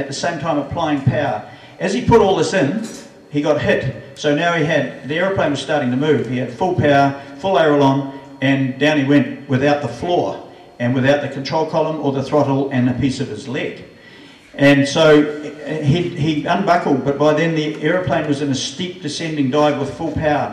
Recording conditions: busy venue